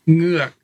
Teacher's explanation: And then it ends, it has the high falling tone, ngua, and then the hard stop, glottal stop at the end